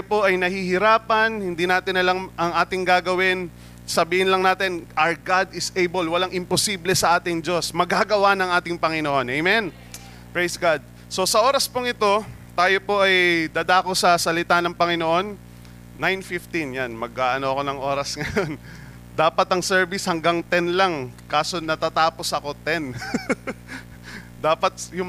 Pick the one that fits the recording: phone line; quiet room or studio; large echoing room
large echoing room